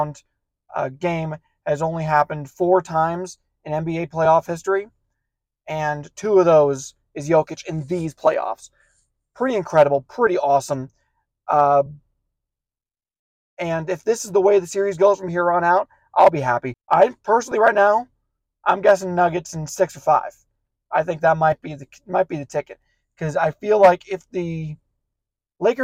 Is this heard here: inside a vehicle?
yes